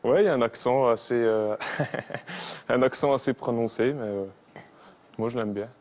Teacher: Cet accent est caractérisé par une intonation plutôt monotone et des voyelles nasales. Et les R sont souvent prononcés de façon gutturale qui viennent de la gorge. · Term: l'accent franc-comtois